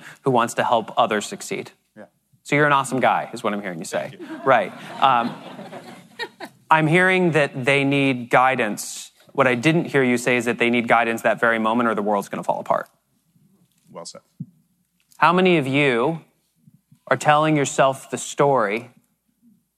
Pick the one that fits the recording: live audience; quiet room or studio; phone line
live audience